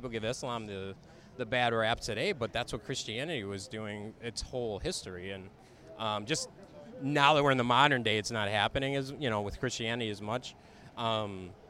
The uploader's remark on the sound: While walking around Hollywood Blvd.